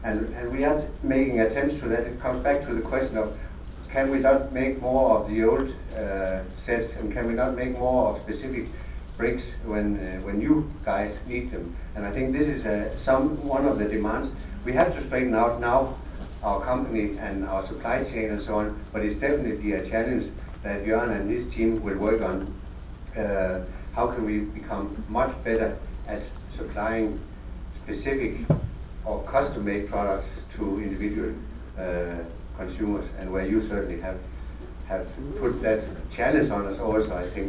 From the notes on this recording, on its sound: The BrickFest 2005 Keynote speach